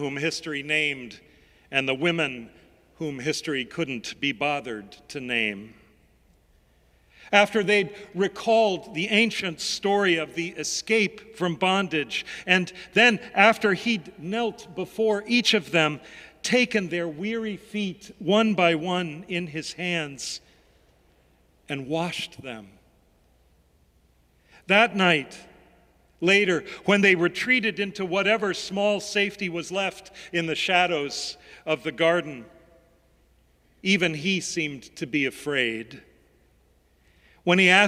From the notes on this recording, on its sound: Sermons from Old South Church in Boston